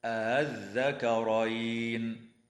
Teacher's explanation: الوجه الثاني تسهيل همزة الوصل من غير مد